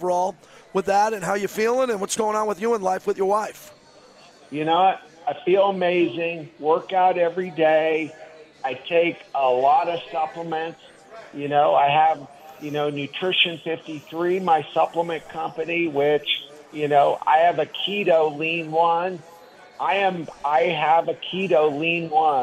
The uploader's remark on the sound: LIVE FROM CAESAR'S PALACE